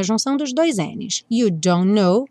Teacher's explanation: No don't know, a gente não pronuncia nem o T do don't, nem o K do know, porque a gente nunca pronuncia mesmo o K do know. Então, a gente tem a junção dos dois N's.